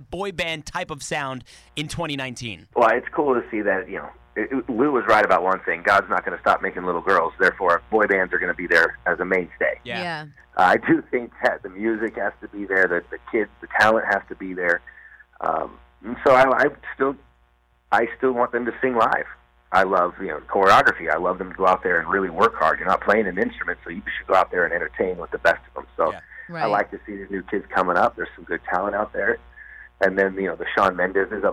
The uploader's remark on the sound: on the Phone!